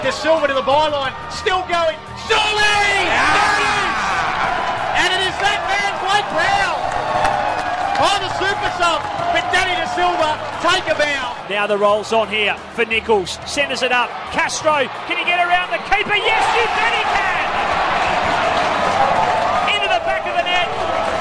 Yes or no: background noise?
no